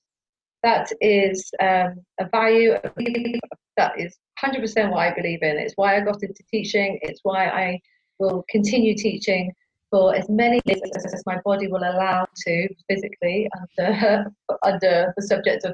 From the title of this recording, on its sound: poor audio - please forgive us!